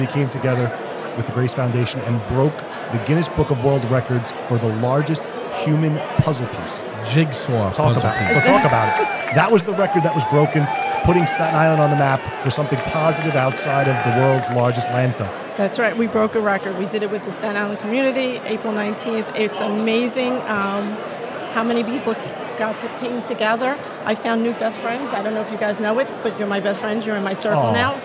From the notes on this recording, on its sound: LIVE from the Hilton Garden Inn